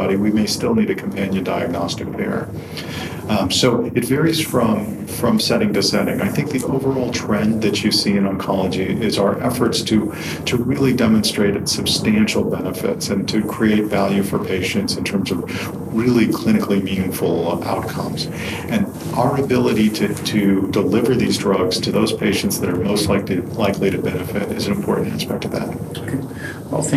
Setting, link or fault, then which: setting, busy venue